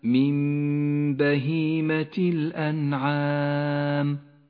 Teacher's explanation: بعد ذلك مباشرة حكم الإقلاب في قوله تعالى من بهيمة الأنعام تقلب النون الساكنة إلى ميم إذا جاء بعدها حرف الباء تسقط النون من اللفظ